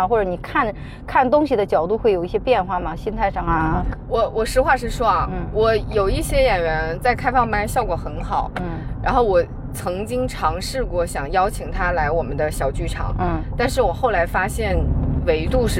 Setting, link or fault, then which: setting, inside a vehicle